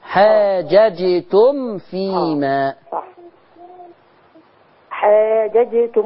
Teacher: لما يجي الميم وراء حرف الفاء بيّن الميم وضحيها